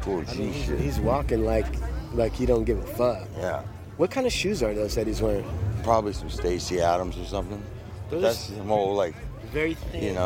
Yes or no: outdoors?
yes